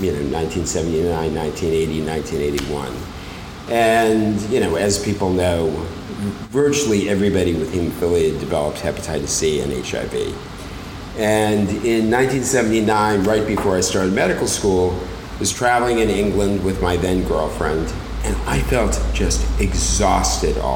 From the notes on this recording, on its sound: This episode was recorded live in front of a captive audience in Sydney, Australia. Minor edits have been made to the episode to improve sound quality and flow.